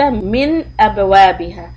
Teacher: the noon is being followed by alif which is your حروف حلق so this is going to be izhar